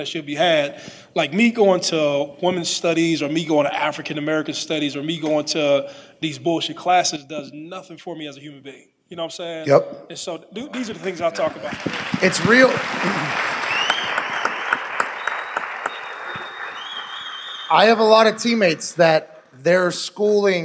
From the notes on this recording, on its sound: Live from the Jo Ann Davidson Theatre in Columbus, Ohio. LIVE FROM COLUMBUS.